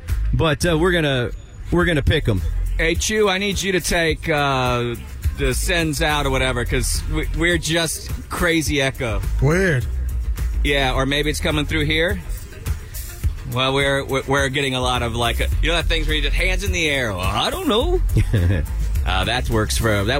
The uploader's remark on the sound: Live From Republic Square